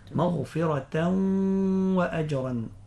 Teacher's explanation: حكم هنا حكم الإدغام بغنة لوقوع الواو بعد التنوين